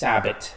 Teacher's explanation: the word Sabbath is probably more correctly pronounced Sabbat. There's no TH sound, it's just Sabbat.